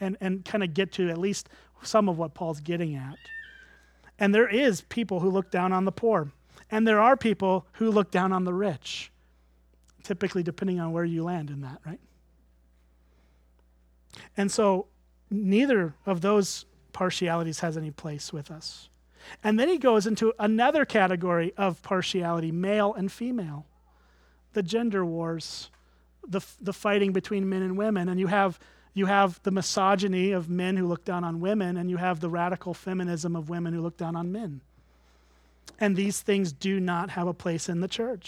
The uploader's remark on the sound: at Springbrook Church in Antigo, WI